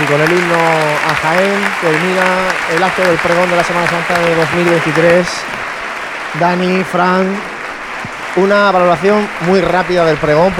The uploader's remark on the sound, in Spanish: Emitimos el pregón en directo de la Semana Santa de Jaén 2023. Desde el Nuevo Teatro Infanta Leonor.